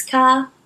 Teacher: Australians don't pronounce their R at the end of words. So what tends to happen is, like with a Boston accent, you basically replace the R with an AH.